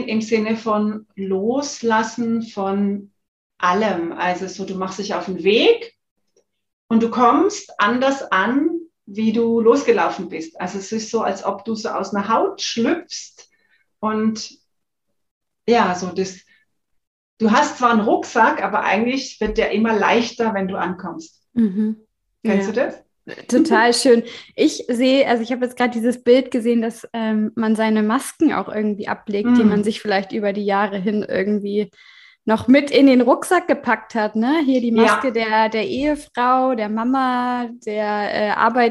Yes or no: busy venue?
no